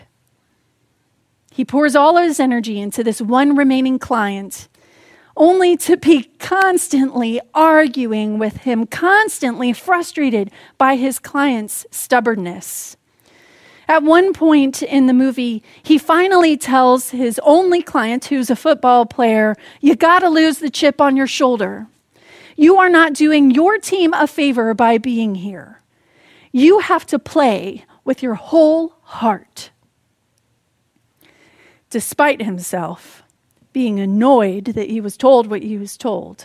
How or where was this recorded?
large echoing room